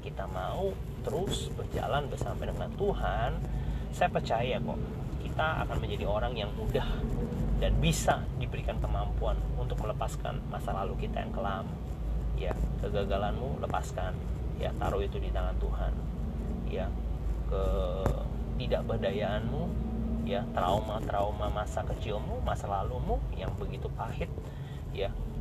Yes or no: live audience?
no